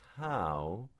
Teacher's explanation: If I have a word like how, that really isn't a W at the end of the sound, right? It's a diphthong that closes.